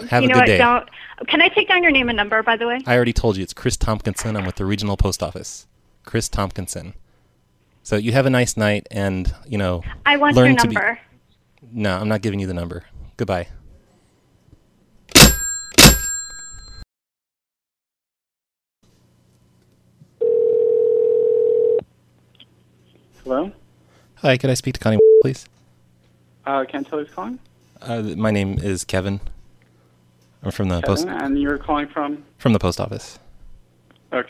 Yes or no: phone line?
yes